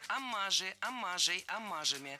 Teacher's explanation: Оммажи – это неверно. Слово «оммаж» имеет ударение на втором слоге, и при склонении ударение остается на том же месте.